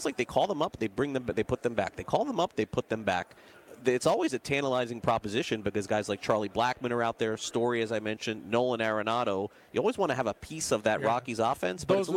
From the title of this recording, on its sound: LIVE FROM THE MLB WINTER MEETINGS